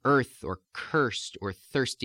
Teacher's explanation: the medial R sound, what in American English we call the R or the hooked schwa